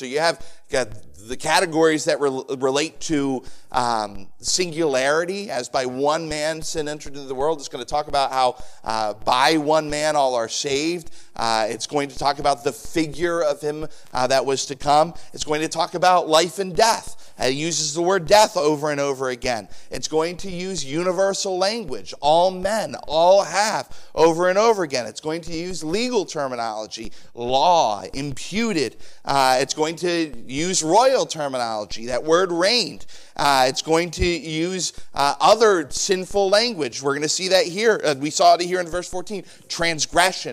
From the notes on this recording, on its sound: Sermon preached on Sunday Evening on June 18, 2023. At the First Baptist Church of Easton.